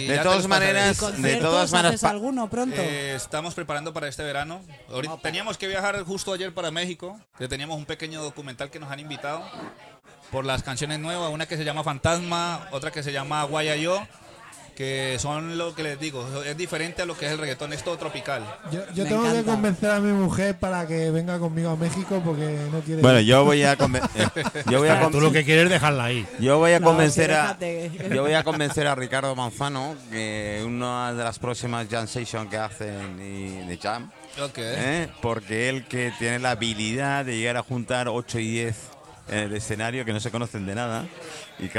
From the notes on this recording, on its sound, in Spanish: TERTULIAS MIRAIXO TERCERA PARTE desde Restaurante Bon Pas.